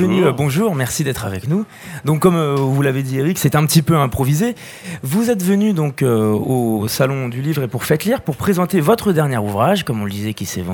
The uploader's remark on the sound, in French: Faites Lire 2022. Sur les radios de la FRAMA en direct du salon du livre dimanche 2 octobre 2022.